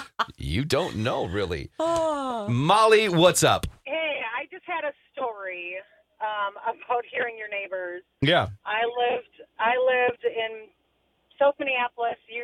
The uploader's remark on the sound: Let's Take Some Calls